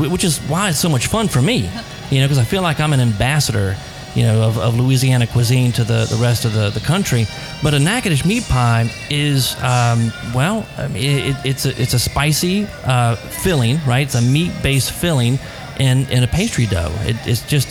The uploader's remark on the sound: Exciting show today on location at Cavan restaurant on Magazine Street in New Orleans.